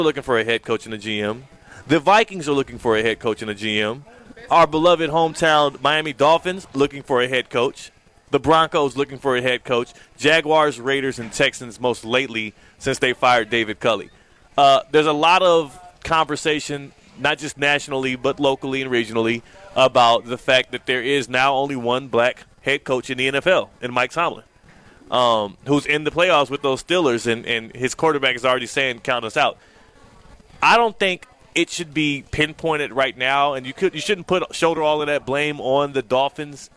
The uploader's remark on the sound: live from the South Florida Fair!